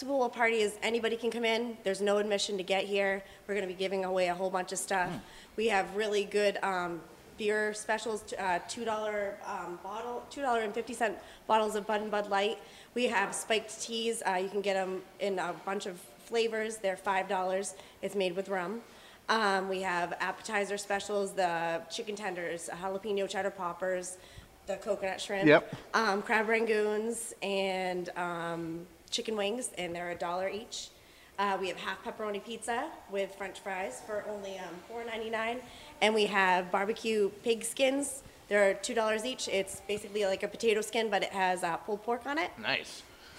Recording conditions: busy venue